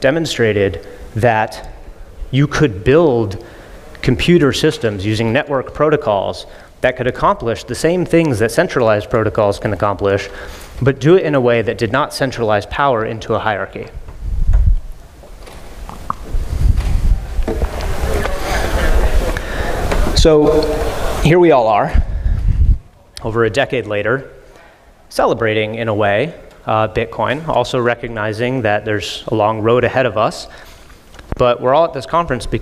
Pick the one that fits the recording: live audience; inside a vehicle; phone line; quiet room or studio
live audience